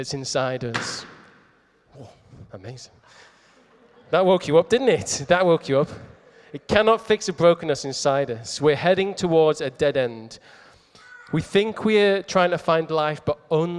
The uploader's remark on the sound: Recorded at Middlesbrough Community Church.